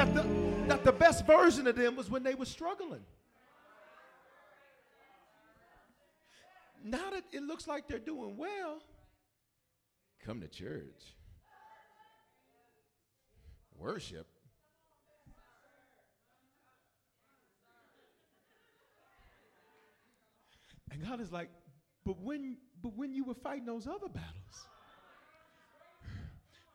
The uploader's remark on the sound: 2020 History Makers Conference Night 2